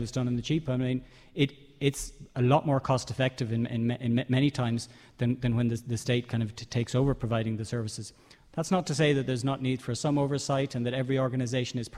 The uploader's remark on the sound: The candidates had to answer questions from our live audience